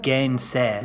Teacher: So the A with the umlaut is almost sounding like the E that follows it. Gänse. It's very similar, yes.